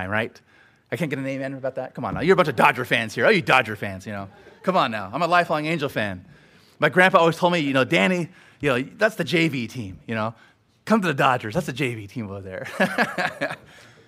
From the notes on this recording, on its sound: Sermon preached at Grace United Reformed Church